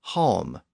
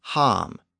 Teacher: Chaucer was trying to show that northerners still pronounced those words with an ah sound rather than the southern aw sound · Shown in: second take